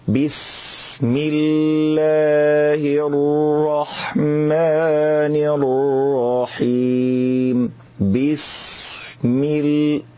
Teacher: أو الخطأ الثالث إنه يبالغ مبالغة ظاهرة في حرف السين، إنه يقول بسم الله الرحمن الرحيم بسم ال... بيبالغ في إظهار الهمس في السين